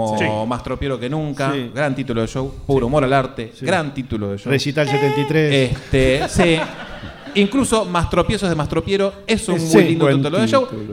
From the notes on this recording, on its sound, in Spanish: En Vivo en el "Club Lucille". La grabación que realizamos en Vivo el 20 de Agosto del 2022 en el "Club Lucille".